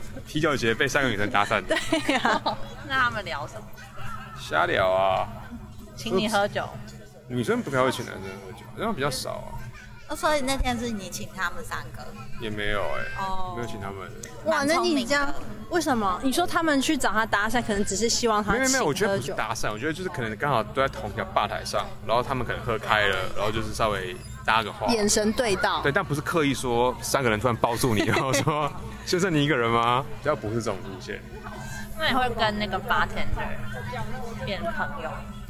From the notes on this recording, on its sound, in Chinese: 本集在戶外錄音。